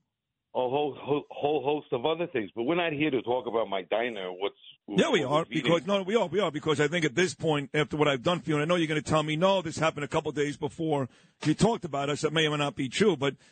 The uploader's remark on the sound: Calls in to tell his story. Owner of the Golden Globe Diner in Huntington, NY.